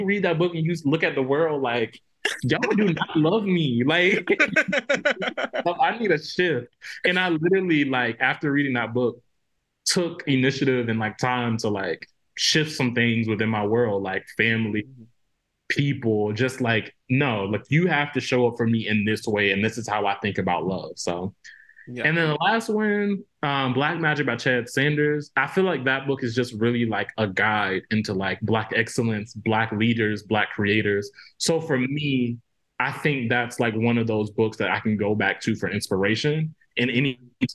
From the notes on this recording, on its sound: Recorded virtually between TX & CT